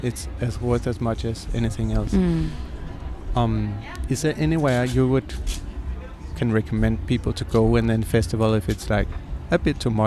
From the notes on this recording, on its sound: The Lake Daily (live from Roskilde Festival): Thursday. Day two after the first night of shows, heartfelt and high energy.